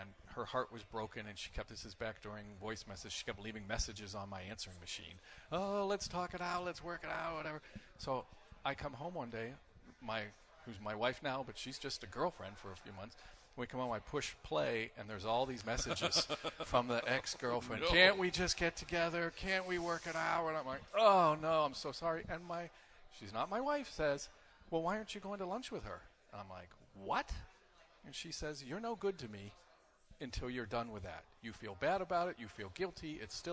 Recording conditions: busy venue